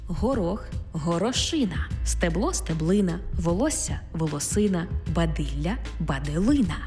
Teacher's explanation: В іменниках, які позначають одиницю з певної множини, падає наголос на «ина»